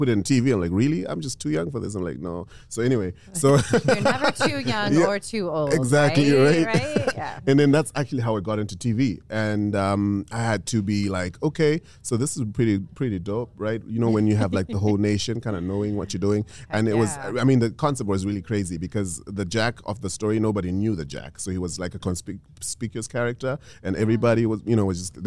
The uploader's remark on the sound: come to you live from EntreFEST in Iowa City